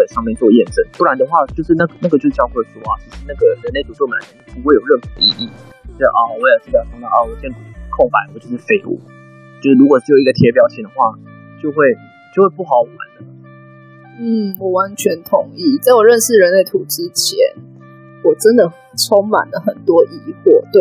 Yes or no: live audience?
no